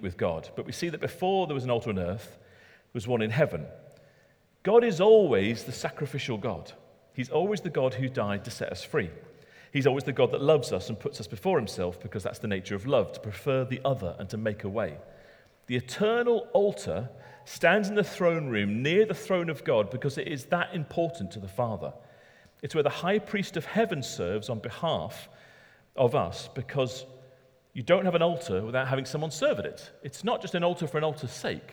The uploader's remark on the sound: talk recorded at Middlesbrough Community Church